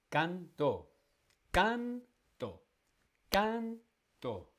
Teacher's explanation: el acento está en la penúltima. Por lo tanto es llana, pero termina en vocal.